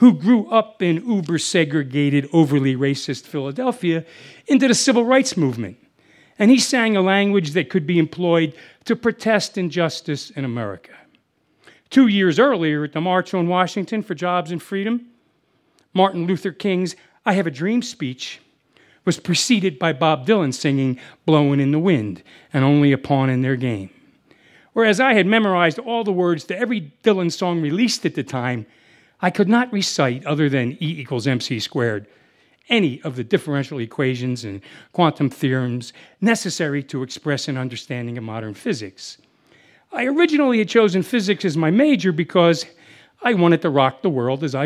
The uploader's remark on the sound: This story was recorded live on 19 July 2017 at Buntport Theater in Denver, Colorado.